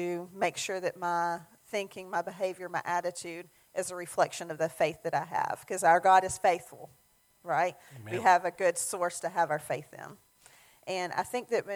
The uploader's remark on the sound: Sermon audio from our Mother's Day service